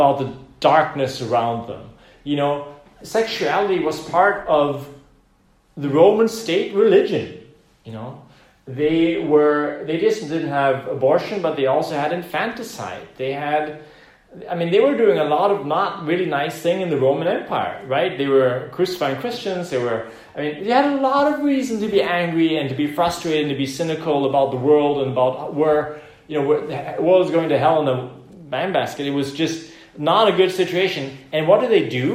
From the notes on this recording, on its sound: Preached this message on the 10th of May, 2020 in the "Zentrum Johannes Paul II. Center in Vienna, Austria.